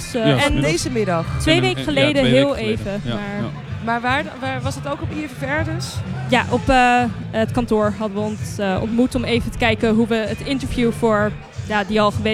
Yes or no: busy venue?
yes